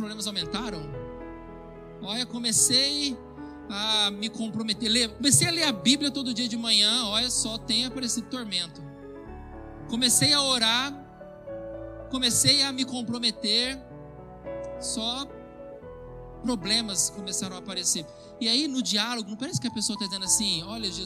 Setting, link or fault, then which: setting, large echoing room